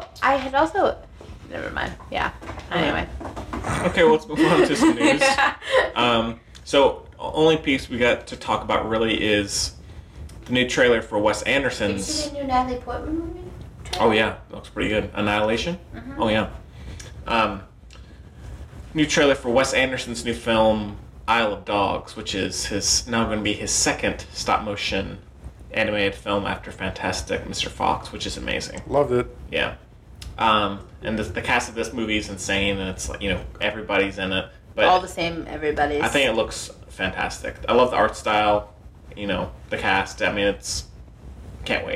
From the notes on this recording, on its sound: very sorry for the static and mic noise!